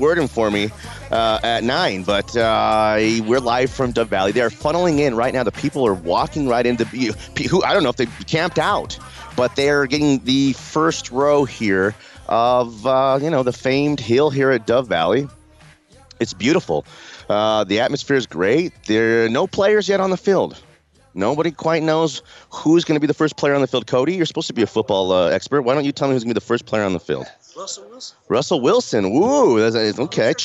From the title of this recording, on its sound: LIVE from Broncos training camp